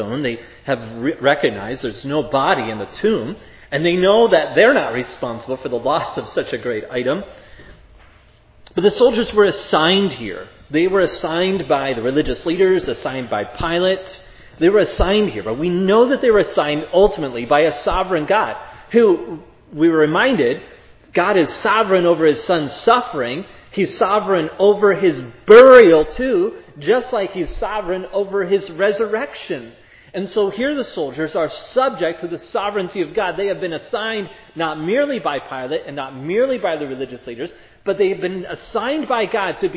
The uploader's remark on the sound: This sermon was preached at Providence Church